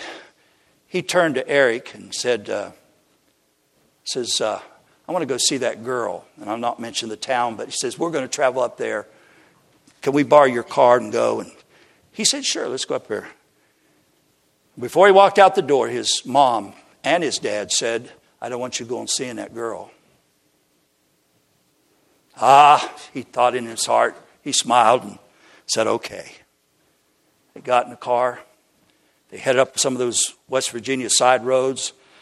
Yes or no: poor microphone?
no